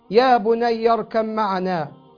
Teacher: حذفت الباء للدلالة على السرعة من شدة الهول الذي في الطبيعة والخوف من الطوفان، وأضغمت الباء مع الميم مع الغنة للدلالة على الالتصاق